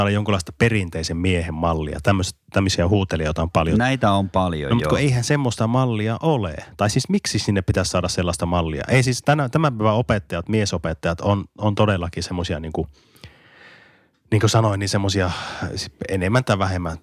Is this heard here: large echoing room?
no